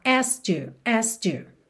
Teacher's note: Só que na fala ali do dia a dia, falando um pouco mais rápido, a gente acaba não fazendo K.